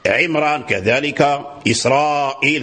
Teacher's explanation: فهذه الراء قرأها ورش بالتفخيم وإن كان قبلها كسر